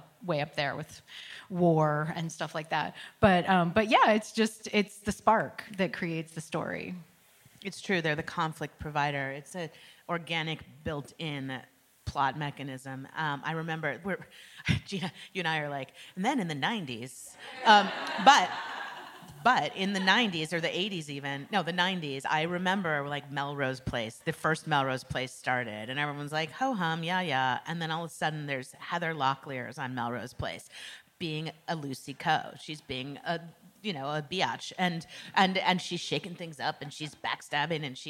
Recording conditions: live audience